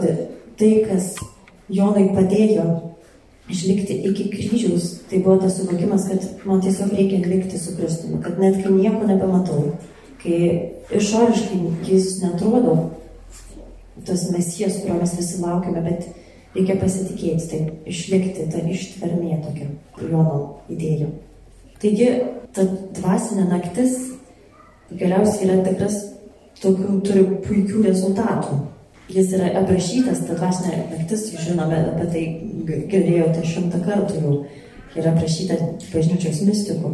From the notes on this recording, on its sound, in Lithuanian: Įrašas iš šeimų festivalio.